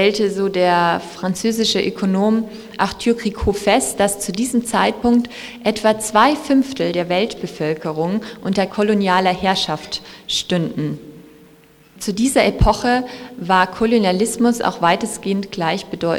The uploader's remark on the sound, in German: Podiumsdiskussion im Postcolonial Flagshipstore